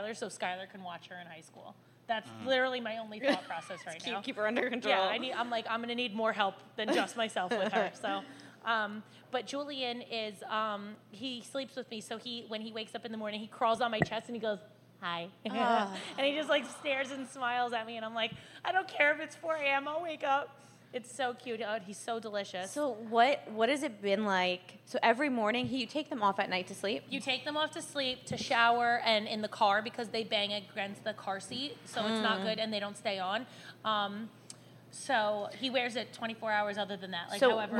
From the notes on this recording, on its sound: The girls recorded their first ever live show, where fans got to sit in and watch. Live fan interactions.